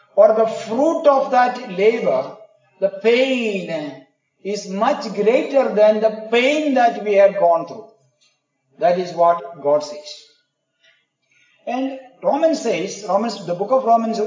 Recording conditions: large echoing room